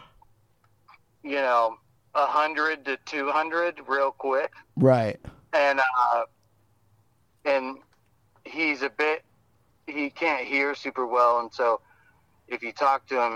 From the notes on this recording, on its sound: AFTER we taped the show talking about Gary Busey. We put that phone call FIRST.